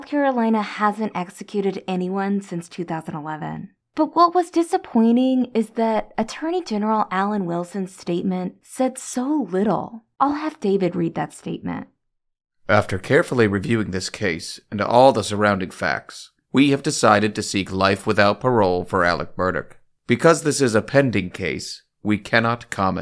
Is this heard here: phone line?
no